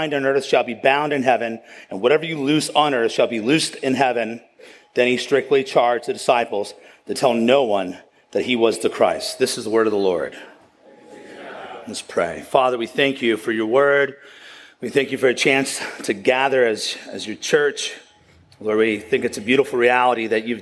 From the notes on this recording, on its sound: at the County Before Country Conference 2023